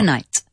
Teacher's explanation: K-N-I-G-H-T. You do not pronounce the K.